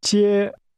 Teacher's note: This word is pronounced with a high-level tone.